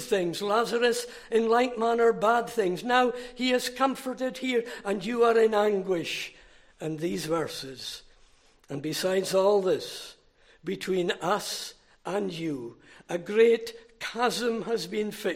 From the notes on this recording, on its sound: Recorded at North Harris Free Church on the evening of Sunday, 23 June 2023.